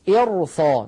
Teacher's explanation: نفخم الراء مع أن قبلها كسرة، لكن لاحظوا الذي بعدها صاد مفتوحة، فلولا نفر من كل فرقة منهم، فرقة منهم، الراء هنا